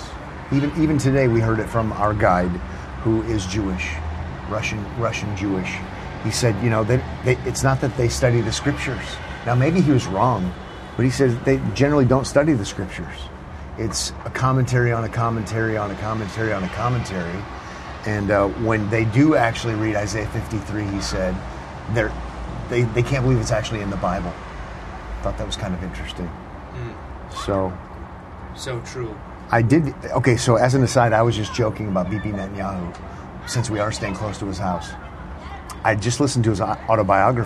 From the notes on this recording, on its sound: Recorded on location in Israel.